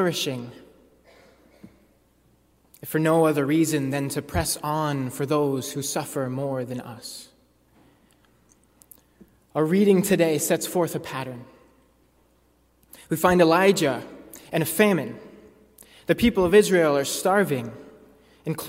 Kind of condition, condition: setting, large echoing room